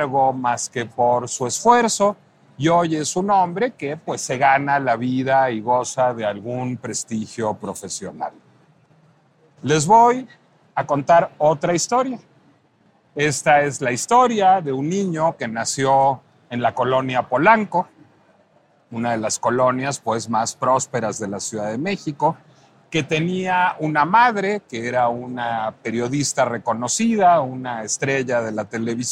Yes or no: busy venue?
yes